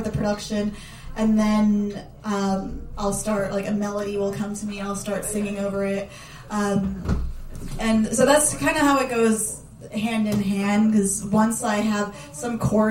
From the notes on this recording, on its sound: We sat down in the pizza shop to hear these new tracks. Live from Xpizza in the Seaport.